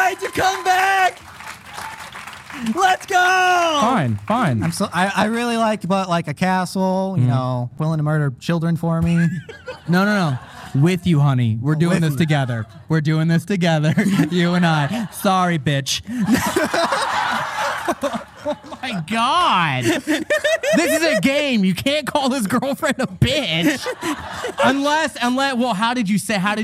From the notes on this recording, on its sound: This episode was filmed in front of a live audience at the haunted Buffalo Naval Park in Buffalo, New York on August 23, 2022.